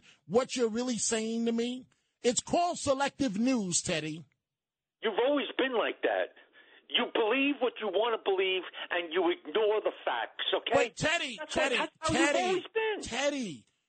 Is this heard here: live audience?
no